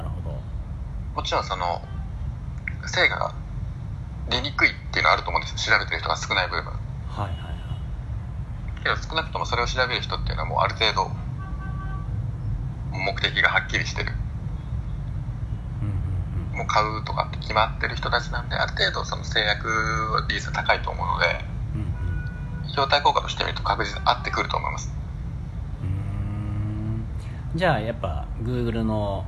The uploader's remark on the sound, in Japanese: ベトナムと日本の国際電話の音声です